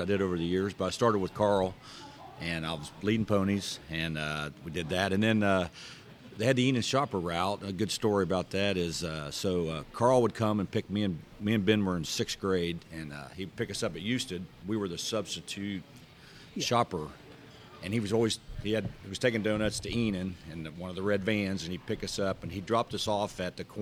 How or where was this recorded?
busy venue